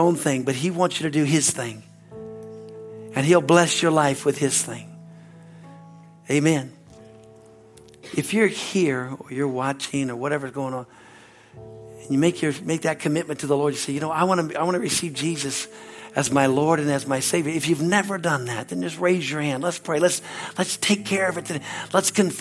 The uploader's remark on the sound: at Harvest Bible Church in Stockton, CA.